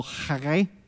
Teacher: Actually, if you're a Hebrew speaker, you would have to give the good guttural Haggai. Sound like you're trying to cough up something.